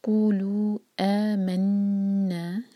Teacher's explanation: قو پر زور، اور لو چار حرکا کھینچیں گے، یہ ہے مدھیہ منفصل.